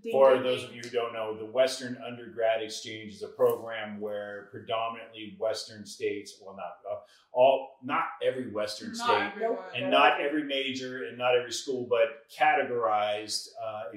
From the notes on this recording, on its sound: Salt Lake City, UT. We decide to put some new cameras to use and actually shoot a pod with her roommate. The mic quality on the cameras wasn't the best.